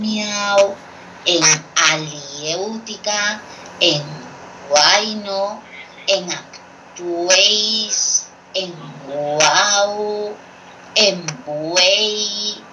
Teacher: la que suena más, el núcleo silábico, lo pusimos siempre la vocal abierta · Term: triptongo